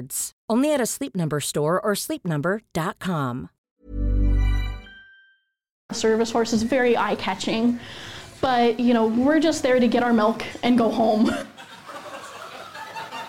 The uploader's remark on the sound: The boys are live in Sydney once again.